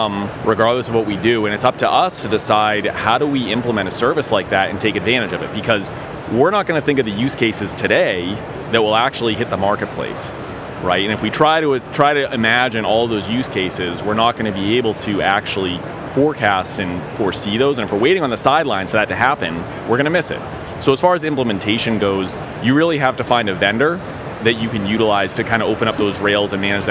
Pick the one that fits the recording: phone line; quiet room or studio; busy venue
busy venue